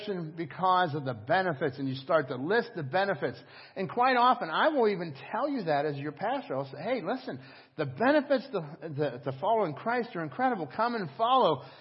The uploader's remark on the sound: Crossroad Ministries Live Service